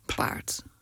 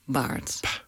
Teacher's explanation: Het verschil maak je met je stembanden. Dus bij de B zet je eerst je stembanden aan en dan maak je die explosie, baard.